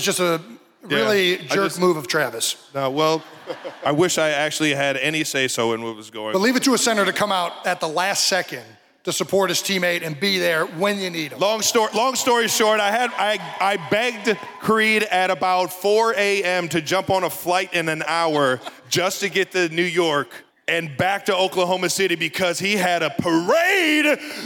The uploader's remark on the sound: Our first-ever live show filmed in front of an electric crowd on April 26th at the historic Kansas City Music Hall is finally here!